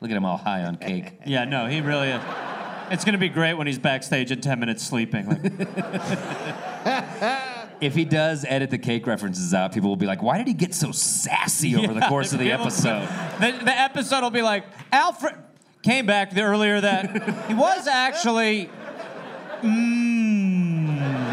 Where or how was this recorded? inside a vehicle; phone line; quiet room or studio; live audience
live audience